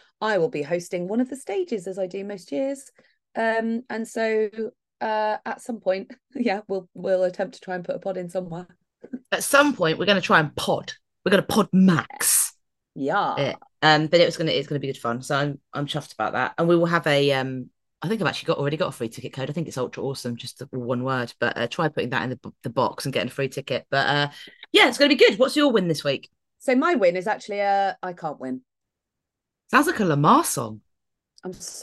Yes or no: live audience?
no